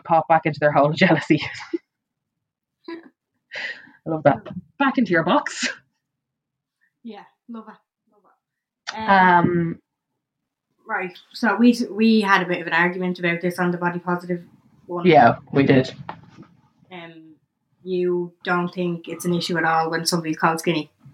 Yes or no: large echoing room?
no